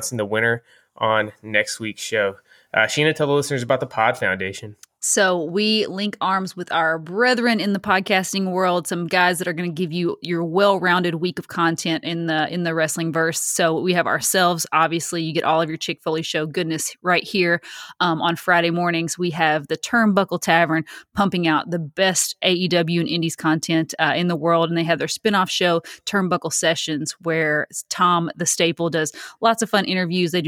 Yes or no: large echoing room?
no